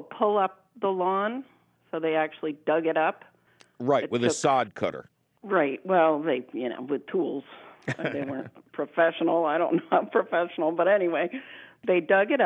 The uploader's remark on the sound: YOUR fabulous phone calls!